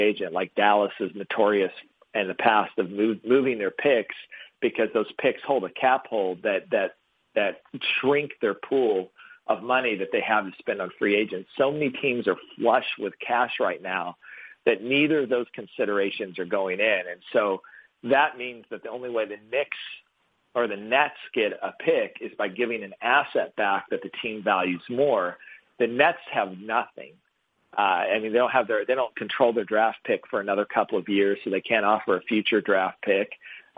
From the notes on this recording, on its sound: hosts a conference call